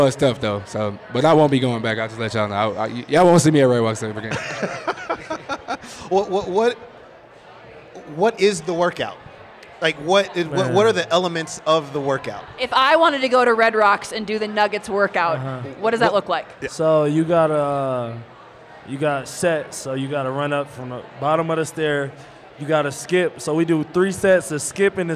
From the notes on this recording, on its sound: In a very special LIVE recorded edition of the 24K Podcast. At the Cherry Cricket in downtown Denver.